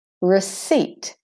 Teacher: R, seat, not receipt. R, the first E is de-stressed. Receipt.